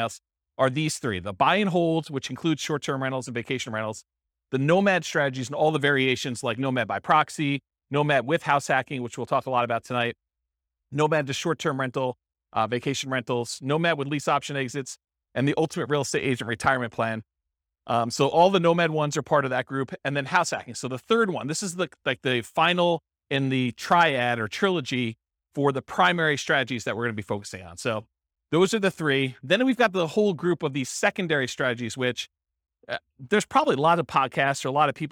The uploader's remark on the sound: This was a live class recorded